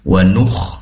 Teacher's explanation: pastikan kho-nya disempurnakan sifat rikhwah, yaitu mengalirnya suara. Wanukh, mengalir, mengalir ya.